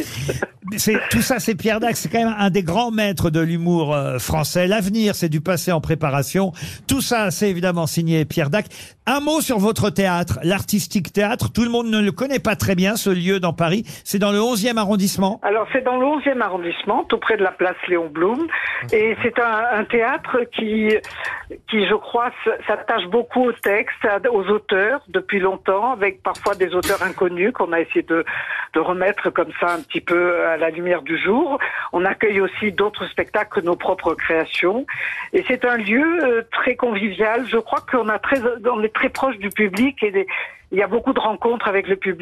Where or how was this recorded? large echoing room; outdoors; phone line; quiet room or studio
phone line